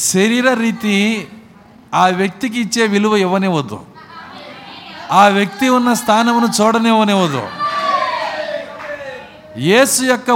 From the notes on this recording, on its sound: Live Audio - Communion Service. Tenali. We are broadcasting live services on Wednesdays & Sundays.